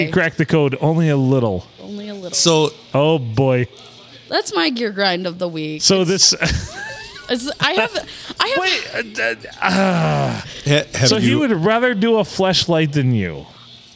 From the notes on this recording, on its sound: Recorded during a football game on a Monday night at the Blue in the good old 4-69!